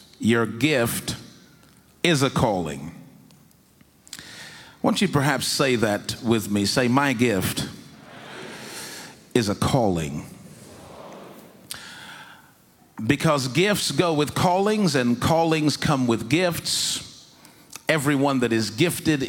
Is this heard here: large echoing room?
yes